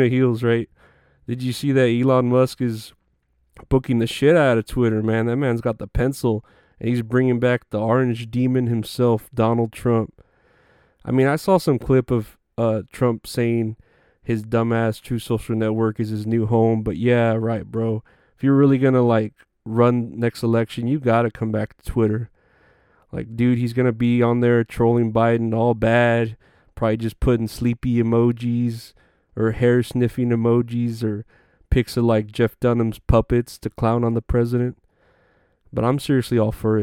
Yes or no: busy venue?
no